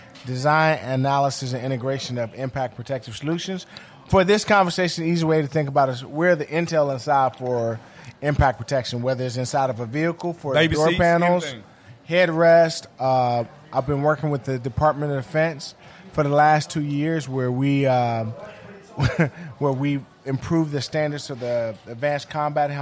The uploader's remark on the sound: Plausibly Live From DC Prime Steakhouse in Ashburn, VA.